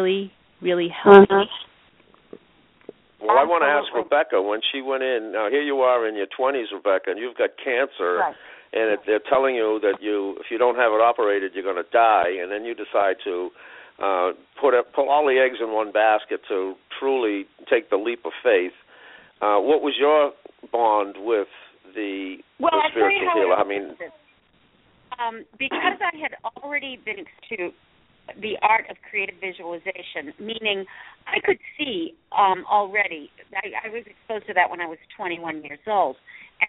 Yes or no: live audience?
no